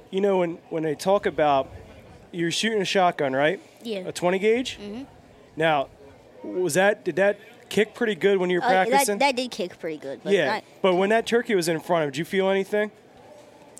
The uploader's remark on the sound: Live from the Great American Outdoor Show